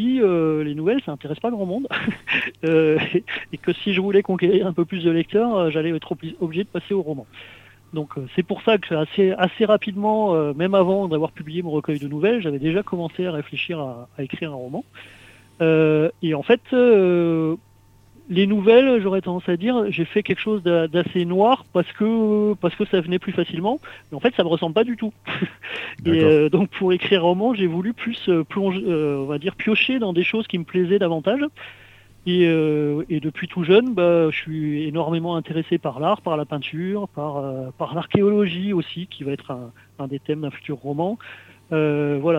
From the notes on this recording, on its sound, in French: Reçoit par téléphone.